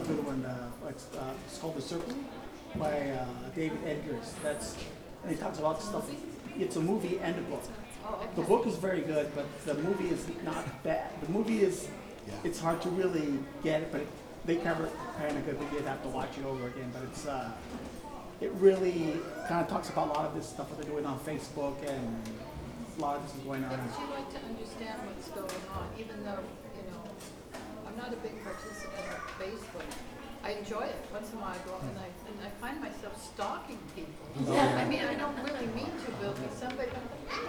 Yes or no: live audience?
yes